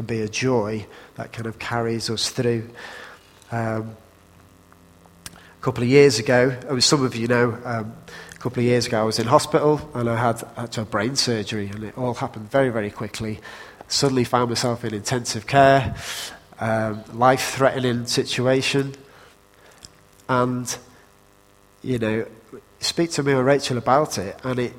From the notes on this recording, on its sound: Recorded at freedomcentre church, Preston on Sunday 9th October 2016